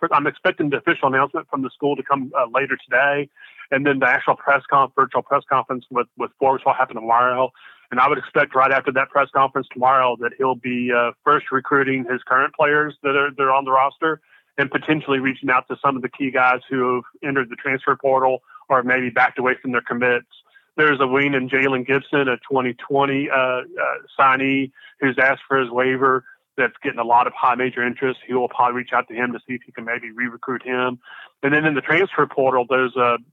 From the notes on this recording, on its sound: calls